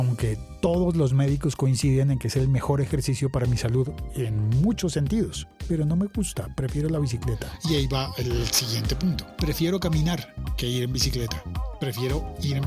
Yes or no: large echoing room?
no